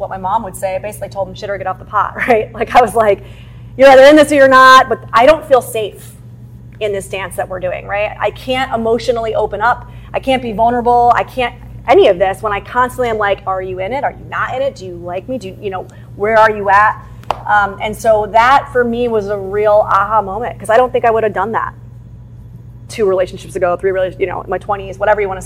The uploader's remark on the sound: Host a live workshop.